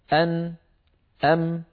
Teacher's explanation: هذان الحرفان فيهما صوت الغنة من الخيشوم، وهو التجويف الأنفي خلف الأنف